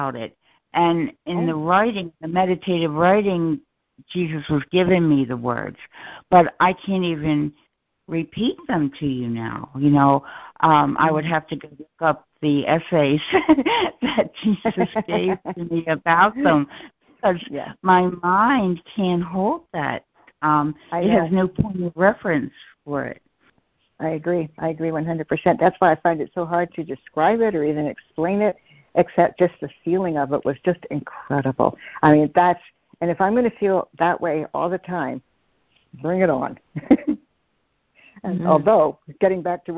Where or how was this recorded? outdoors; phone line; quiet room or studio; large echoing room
phone line